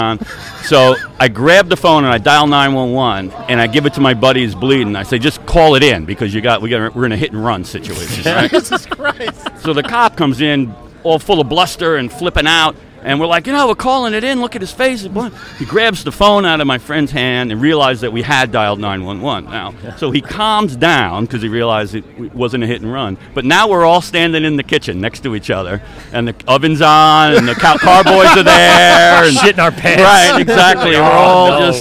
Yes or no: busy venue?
yes